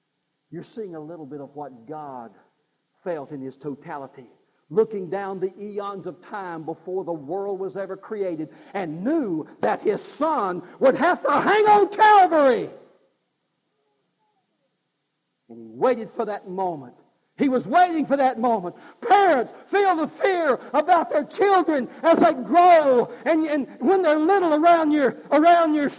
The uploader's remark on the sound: God's Offering (live service).